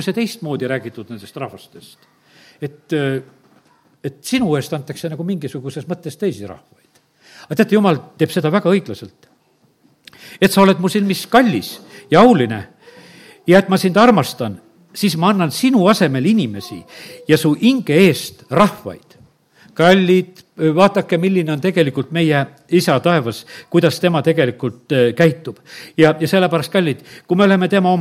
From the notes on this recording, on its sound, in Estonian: Audio salvestus koosolekult